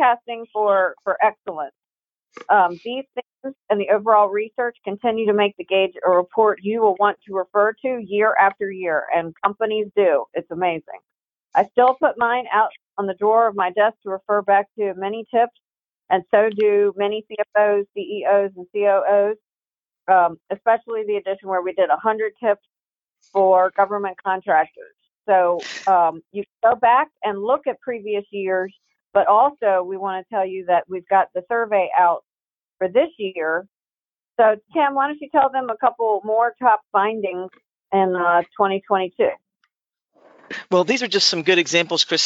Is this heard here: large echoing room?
no